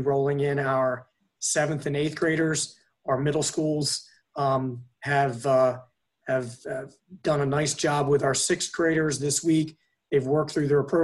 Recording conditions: video call